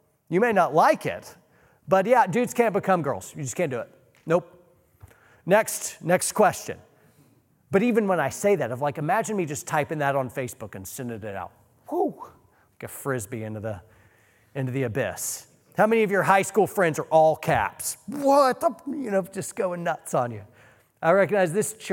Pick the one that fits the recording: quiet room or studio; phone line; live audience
live audience